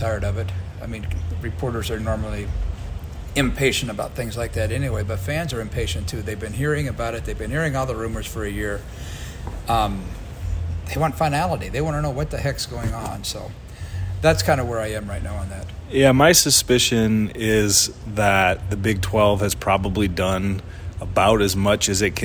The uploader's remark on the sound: Live from Big 12 football media days. AT&T Stadium in Arlington, Texas, site of the annual Big 12 football media days.